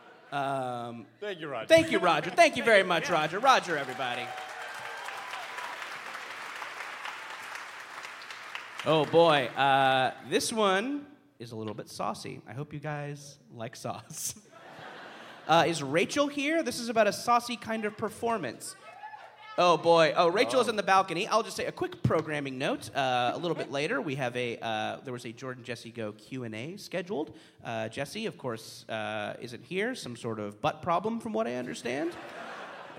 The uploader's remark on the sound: live on stage at Thalia Hall in Chicago as part of the first ever Very Very Fun Day